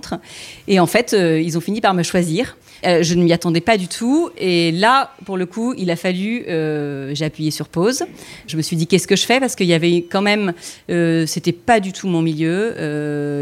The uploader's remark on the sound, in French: Episode en live. Enregistré, en live, le mardi 10 octobre, au cours d’une soirée dans la boutique de Balzac Paris.